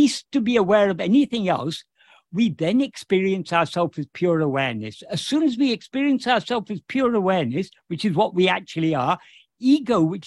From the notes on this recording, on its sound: In a Zoom meeting with the Ramana Maharshi Foundation UK on 12th August 2023